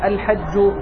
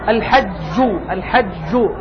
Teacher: الحج هذه جيم مشددة لكن تنطق صفة الشدة فيها الحج الحج، الشدة انحباس الصوت فيكون أعلى، انحباس النفس فيكون أقوى.